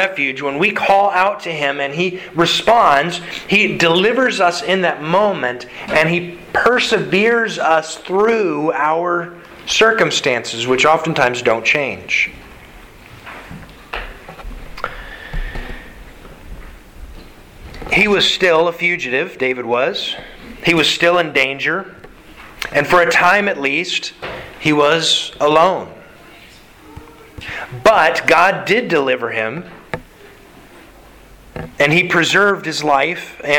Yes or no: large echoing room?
yes